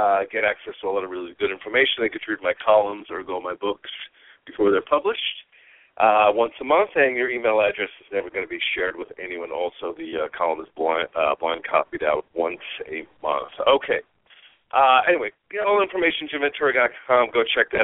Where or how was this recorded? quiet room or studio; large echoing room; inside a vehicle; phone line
phone line